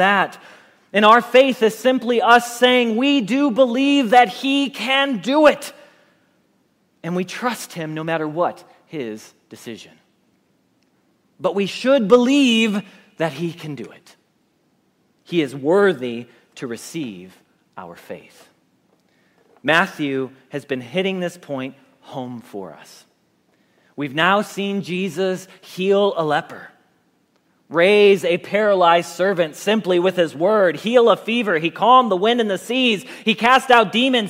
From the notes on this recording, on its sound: Message Preached at Valley Creek Church